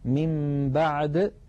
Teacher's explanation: إذن إن أتى بعد النون الساكنة أو التنوين باء نقلب النون أو التنوين إلى ميم ثم نخفي تلك الميم عند الباء بتطويل غنتها ويرتفع وتنطبق الشفتان على الميم وعلى الباء انطباقة واحدة · Term: القلب